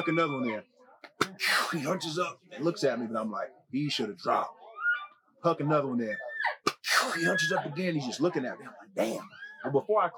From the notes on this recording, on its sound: Live From Western Hunt Fest.